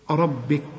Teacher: الكاف دي من حروف الهمس، يطلع همس مش قلقلة